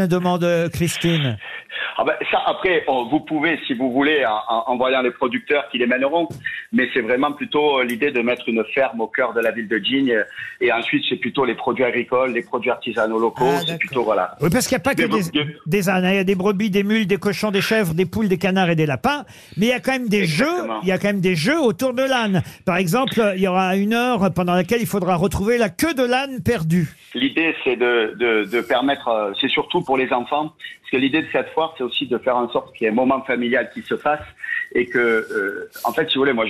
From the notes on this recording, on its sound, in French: était au téléphone dans l'émission ce 30 novembre